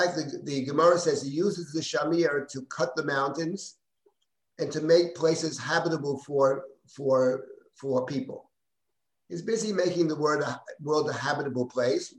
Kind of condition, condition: link, video call